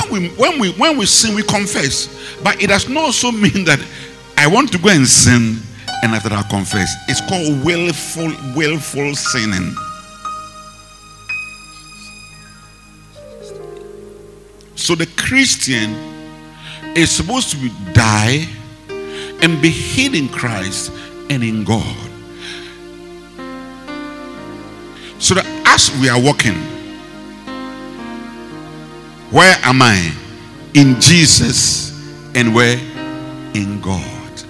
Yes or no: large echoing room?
yes